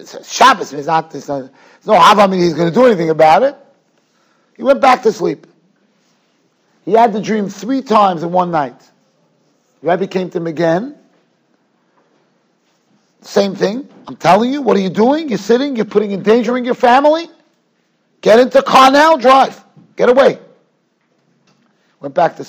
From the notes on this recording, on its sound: Shiur recorded in Yeshivas Ohr Reuven, Monsey, NY.